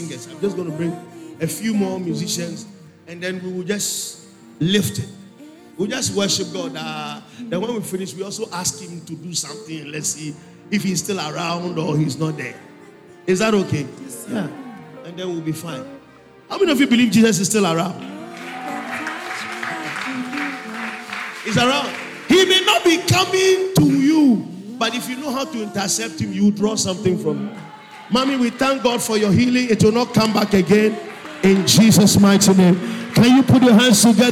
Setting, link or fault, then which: setting, large echoing room